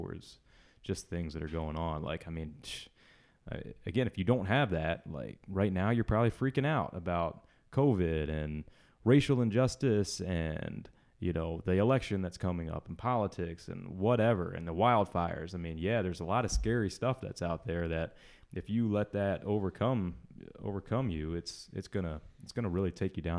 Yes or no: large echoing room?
no